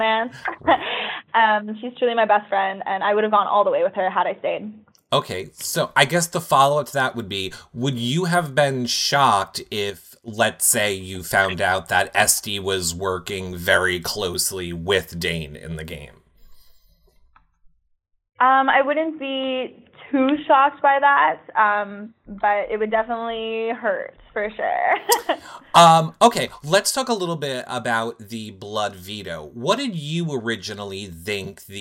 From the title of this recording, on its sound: Phone Interview